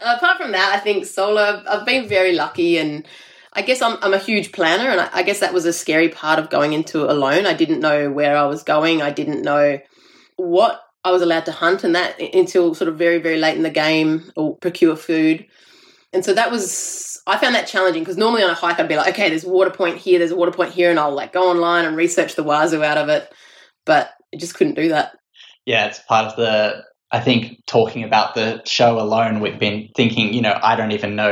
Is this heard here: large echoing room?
no